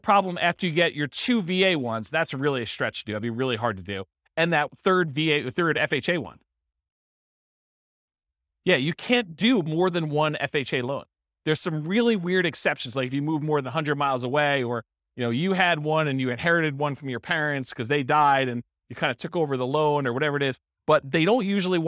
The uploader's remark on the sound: This was a live class recorded